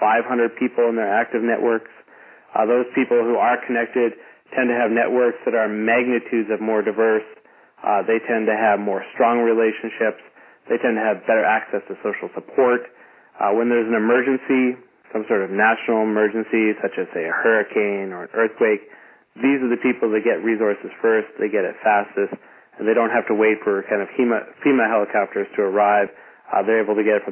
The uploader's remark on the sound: Call recorded on November 10, 2011.